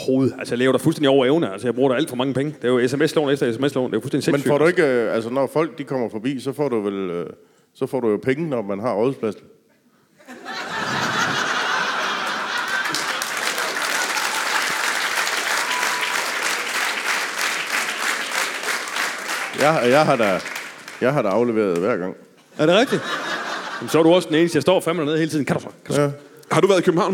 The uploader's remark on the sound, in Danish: LIVE fra Skive